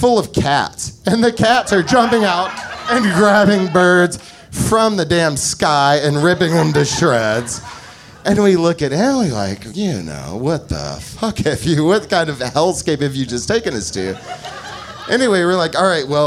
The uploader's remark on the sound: Recorded live at Amurica.